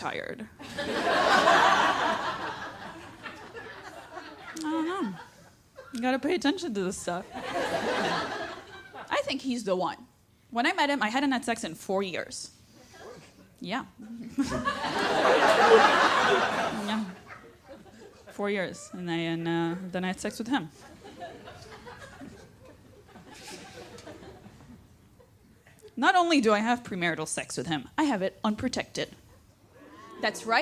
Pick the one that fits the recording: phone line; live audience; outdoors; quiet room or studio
live audience